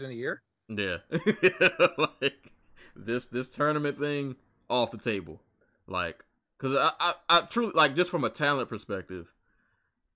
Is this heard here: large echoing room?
no